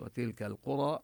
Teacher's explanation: اللام بالقرى لام قمرية نظهرها